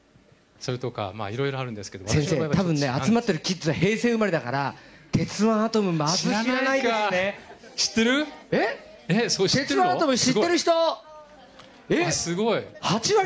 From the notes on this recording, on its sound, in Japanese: 公開録音